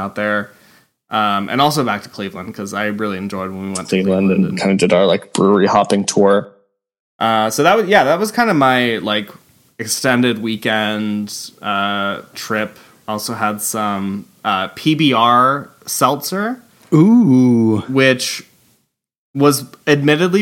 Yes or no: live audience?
no